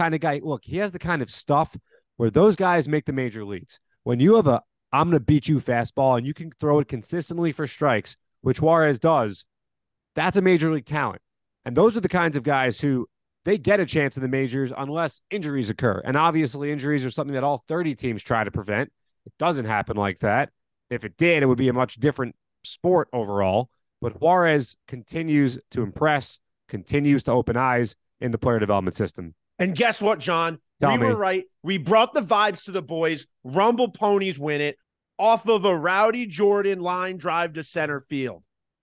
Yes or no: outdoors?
no